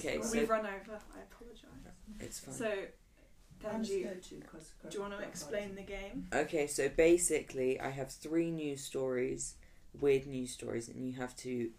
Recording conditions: poor sound quality